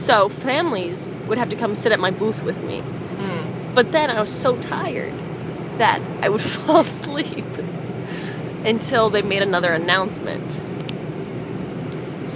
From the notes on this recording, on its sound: Recorded on the bus ride from Amsterdam to Paris.